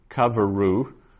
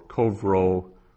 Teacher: It could be kavaru, which is a three-syllable word with a vocal shava, or kovro, which is a two-syllable word. And the accents will make it clear which it is.